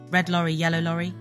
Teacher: In English, the R is pronounced without rolling. The tip of your tongue should curl back slightly. · Term: R sound